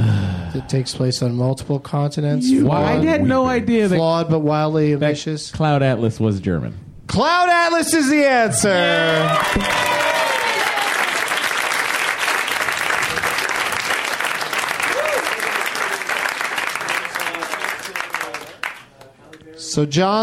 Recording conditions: live audience